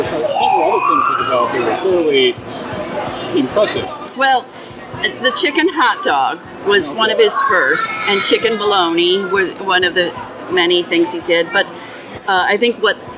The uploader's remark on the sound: Recorded August 2018 at the New York State Fair.